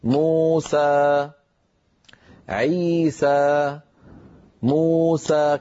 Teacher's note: مو حركتين، سا حركتين، مجموعهم 4 حركات